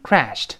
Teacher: 在轻辅音后面加 ed，最后发 t